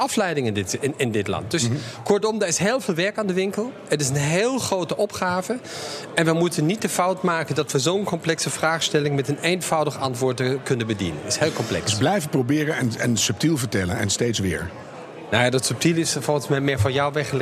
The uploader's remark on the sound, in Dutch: Live vanuit Circl op de Zuid-as.